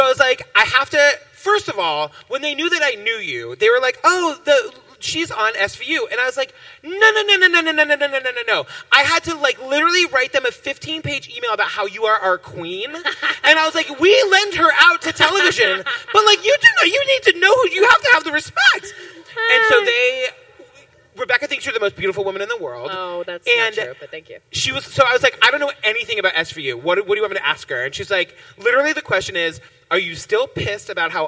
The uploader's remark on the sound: Live on the main stage at Broadway con. In front of 2500 people.